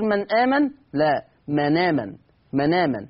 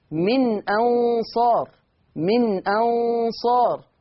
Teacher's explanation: بشيل الهمزة واخد الحركة بتاعتها وانقلها على النون · Term: النقل